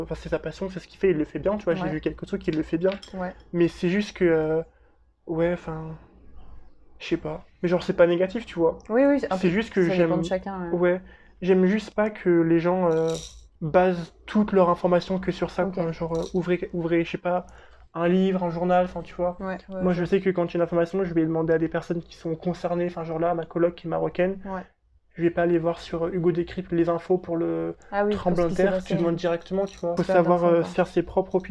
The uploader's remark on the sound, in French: Tout ça autour d'un atelier créatif, les perles ! (d'où le bruit de fond lol).